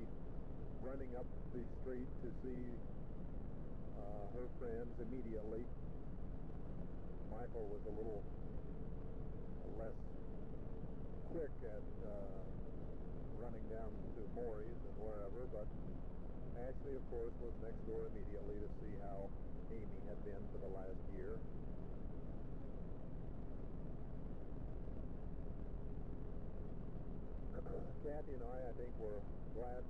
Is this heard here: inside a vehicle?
yes